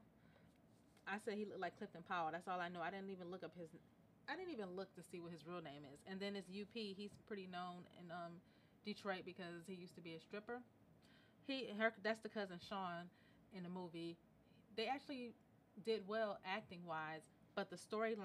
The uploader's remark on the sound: And, oh, the audio is low.